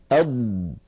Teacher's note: المخرج هكذا قرعا ثم انحصر الصوت خلفه فتحت تأثير هذا الضغط يندفع اللسان قليلا إلى الأمام قليلا مليمترات بسيطة يندفع قليلا إلى أن يلامس رأسه منطقة التقاء اللحم بالأسنان من الداخل أض وكأن الهواء الذي في، في هذه المنطقة المحصورة قد انتفخ